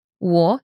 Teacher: 我 is third tone, the falling rising tone.